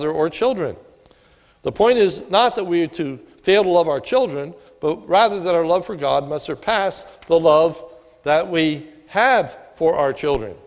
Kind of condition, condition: setting, large echoing room